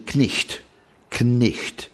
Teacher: So we pronounce the K, and the GH was a H sound